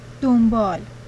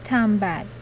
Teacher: Examples of N becoming M in the environment before B.